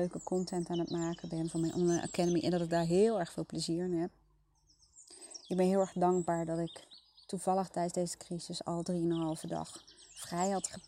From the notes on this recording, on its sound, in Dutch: Niet door mij maar door de achtergrondgeluiden!